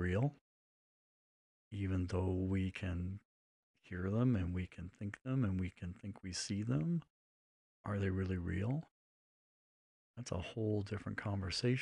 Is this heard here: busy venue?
no